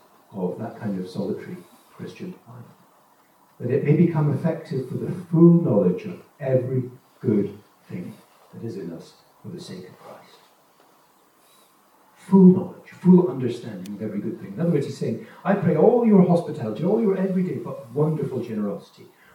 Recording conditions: poor sound quality